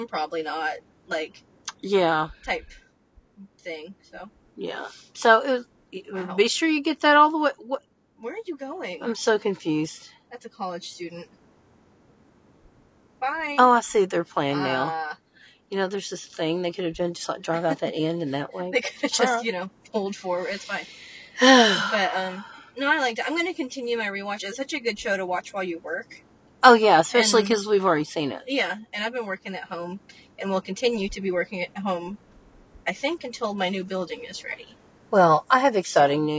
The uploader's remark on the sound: Join us for a special bonus episode in the car!